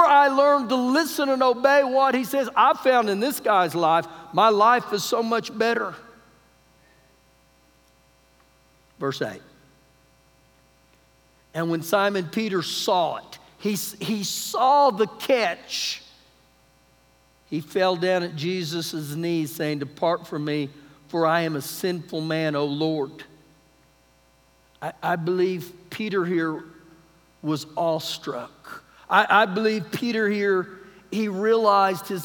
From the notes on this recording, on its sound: Recorded live during our Wednesday night service